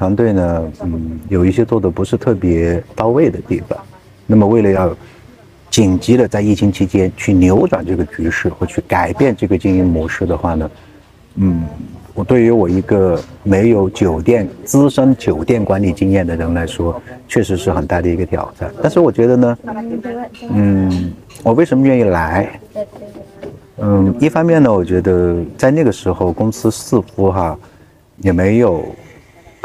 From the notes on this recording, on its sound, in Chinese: 这是《稚园稚造》第一次在户外聊天，大疆“小蜜蜂”收音效果有限，但主体声音还是清楚的。背景里有咖啡机研磨的声音，有周边三三两两的聊天，也有山脚下湄公河上突突驶过的大小游船。所有的声音在收音器材中都被同比放大了。